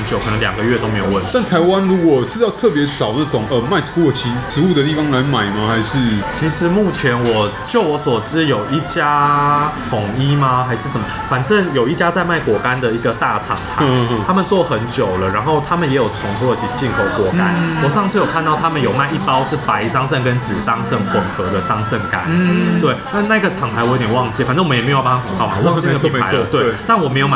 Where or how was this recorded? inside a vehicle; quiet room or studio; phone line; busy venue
busy venue